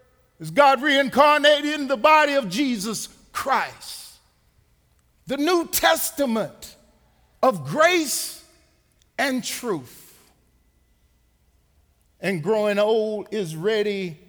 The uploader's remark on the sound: Recorded live at The Fellowship at Two Rivers